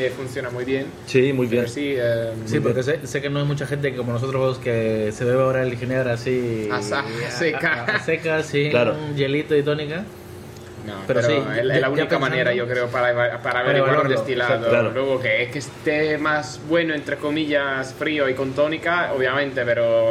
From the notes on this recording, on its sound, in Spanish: Grabado en la fantástica enoteca Chamberí.